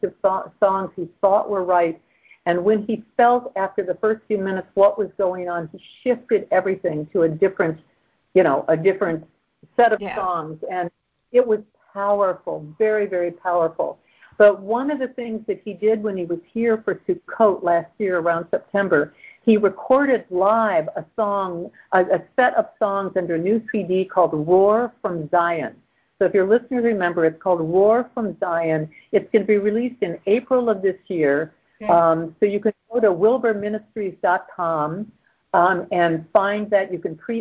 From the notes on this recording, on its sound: Is in Jerusalem by phone during this conversation. We apologize in advances for some of the audio.